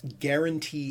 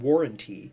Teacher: It was originally that G sound, but it became a W sound. · Term: G-W correspondence